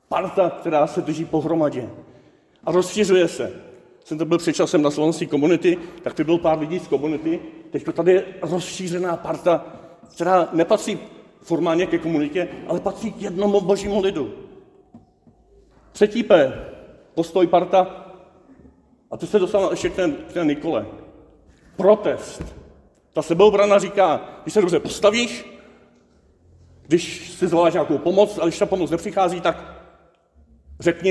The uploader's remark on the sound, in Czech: Ze závěrečné bohoslužby hudebního festivalu Holostok 2023.